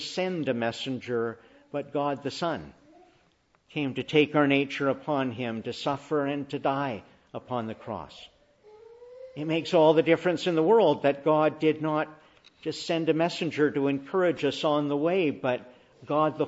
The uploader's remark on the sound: Morning Service. Preached in the Annunciation of the Blessed Virgin Mary on Trinity Sunday.